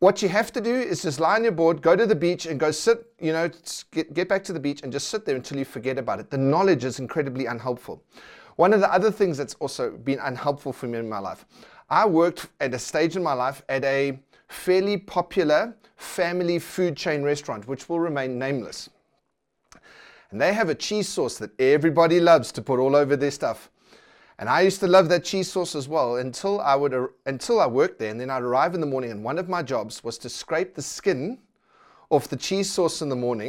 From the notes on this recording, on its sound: preached at Centre Church on the 21st June 2020